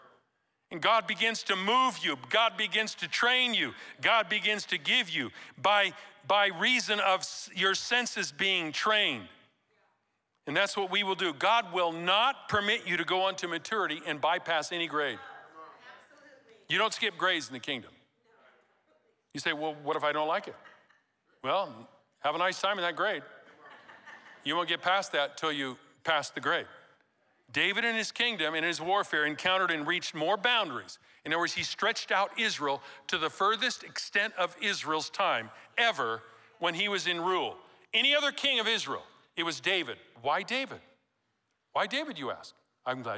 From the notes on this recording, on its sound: Recorded live at Capital Church in Meridian, Idaho